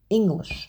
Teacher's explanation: In English, the vast majority of the words, you emphasize the first syllable, English.